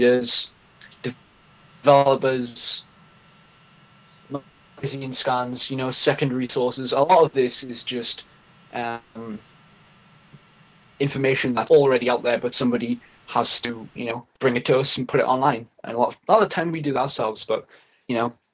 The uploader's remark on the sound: Cheers from China! There are a lot of audio problems because I was running on dorm internet and my roommate was every once in a while entering and existing the room like crazy, I'm sure you can hear him a some point at least once or twice in the recording, not very professional, I know.